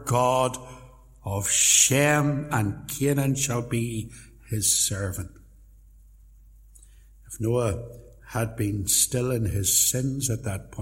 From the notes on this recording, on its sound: Sermon preached at Templepatrick Reformed Church